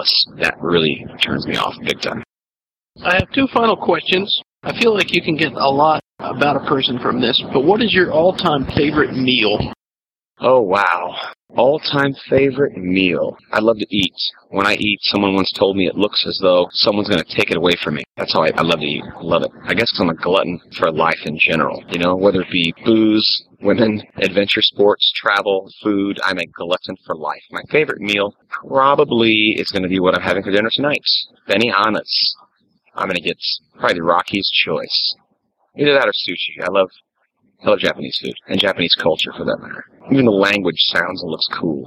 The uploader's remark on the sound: recorded right on the street in Key West